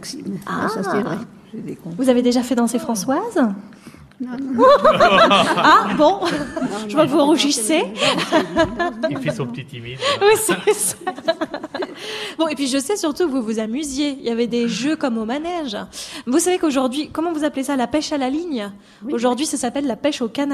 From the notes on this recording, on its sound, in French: Radiolab est en direct de l’EHPAD de Charny Orée de Puisaye.